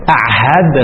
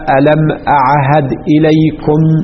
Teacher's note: خب أشكل الزوزني على نفسه بإشكال أن لازم ذلك أن يكون أعهد غير فصيح، لأن أعهد الهمزة مخرجها غير مخرج العين، والعين مخرجها غير مخرج الهاء، والهاء مخرجها غير مخرج الدال، تقاربت مخارجها وليست مخرجا واحدا · Term: قرب المخارج